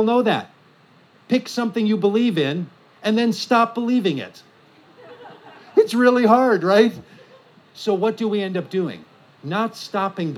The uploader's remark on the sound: From The Wild Goose Festival. At the Wild Goose Festival in North Carolina in July of 2023.